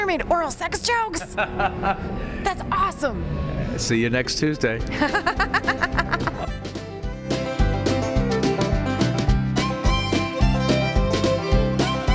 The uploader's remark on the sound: Recorded LIVE at the 2018 Shakespeare Theatre Association Conference.